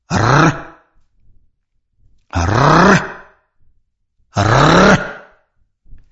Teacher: Пры вымаўленні цвёрдага санорнага зычнага р рот раскрыты адвольна. Пад моцным націскам выдыхаемага паветра кончык языка злёгку вібрыруе каля верхніх пярэдніх зубоў. · Term: Зычны р